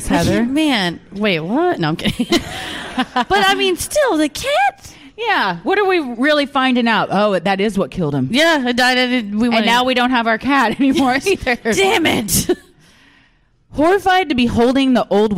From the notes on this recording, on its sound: Live at Dallas Comedy House.